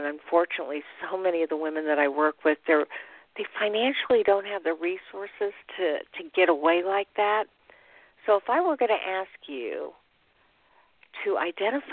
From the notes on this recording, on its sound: call in questions